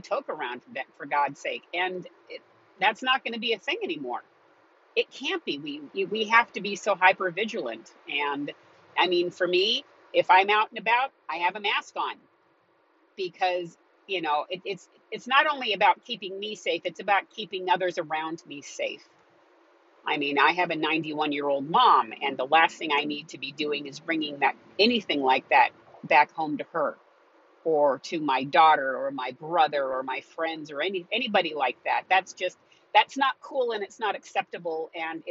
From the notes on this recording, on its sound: As you may guess from the background noise on this episode I was traveling in my car as I recorded this.